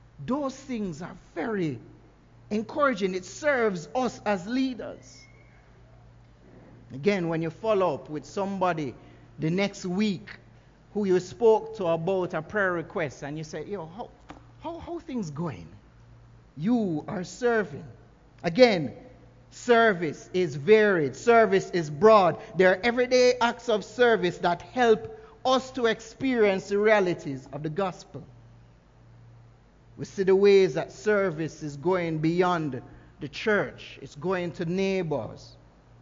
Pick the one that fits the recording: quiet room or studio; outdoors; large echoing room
large echoing room